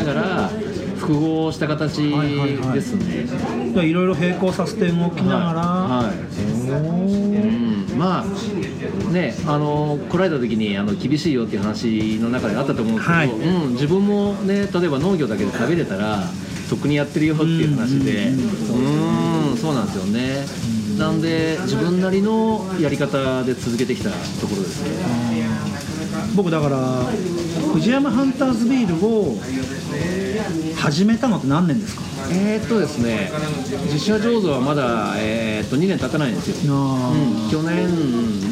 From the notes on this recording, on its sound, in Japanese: 公開収録しています！お客さん元気！